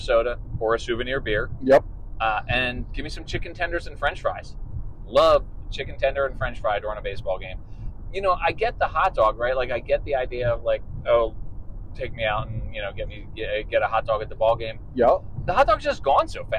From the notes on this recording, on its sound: This episode took place while driving from Ft. Collins CO to Omaha NE.